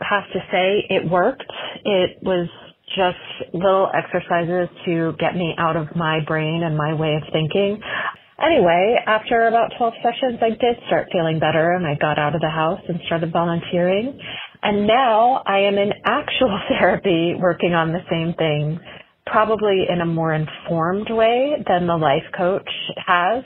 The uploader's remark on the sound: Caller Episode. Listeners called in to share their own experiences.